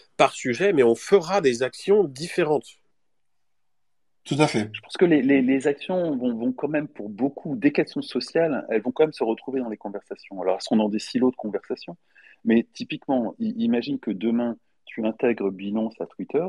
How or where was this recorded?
video call